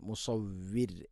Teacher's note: മുസവ്വിർ എന്ന് വഖഫ് ചെയ്ത് മുസവ്വിർ, റായിനെ തർഖീഖ് ചെയ്യണം